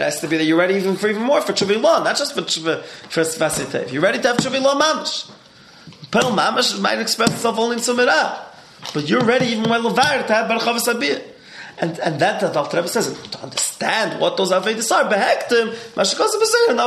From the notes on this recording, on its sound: Live Shiur.